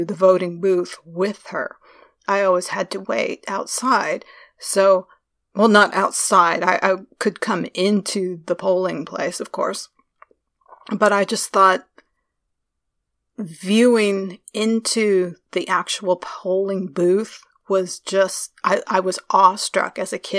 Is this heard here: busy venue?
no